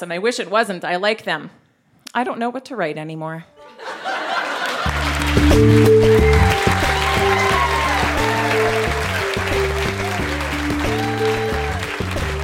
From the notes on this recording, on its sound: Recorded live at The Refinery in Saskatoon, SK.